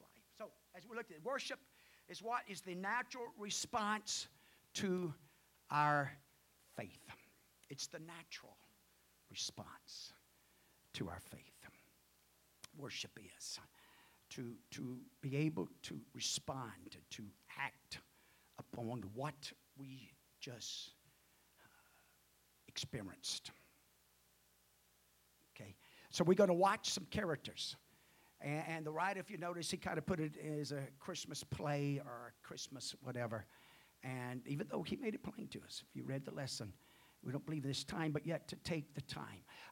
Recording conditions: large echoing room